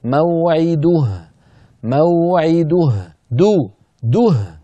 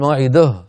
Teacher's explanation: ما شاء الله تلاوتك يعني جيدة ممتازة منضبطة برواية ورش عن نافع، لكن أحيانا يفلت منك بعض الحروف، كما قلت مثلا موعده، موعده لابد من ضم الدال ضما كاملا · Shown in: first take